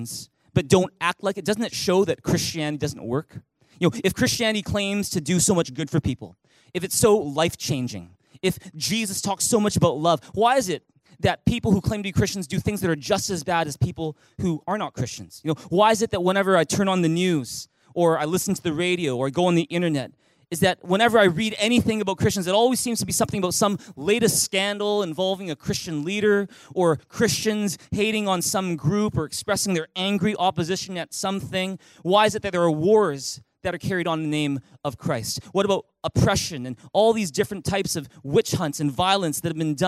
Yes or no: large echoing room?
yes